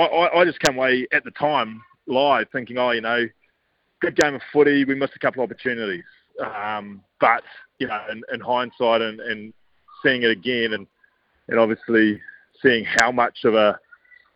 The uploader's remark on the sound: live from Australia Zoo